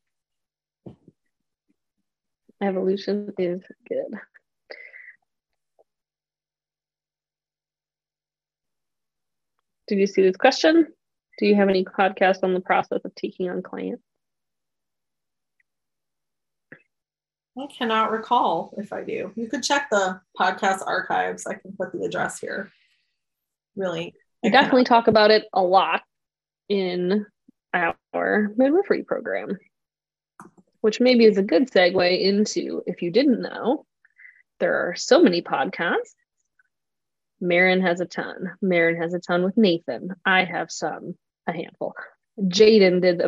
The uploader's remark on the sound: recorded this New Moon zoom